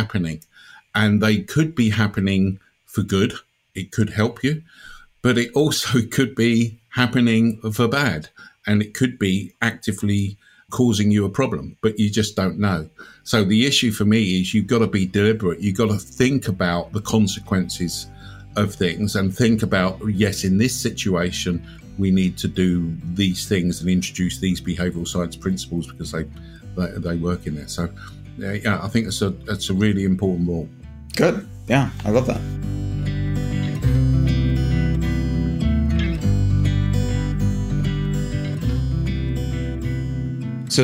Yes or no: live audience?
no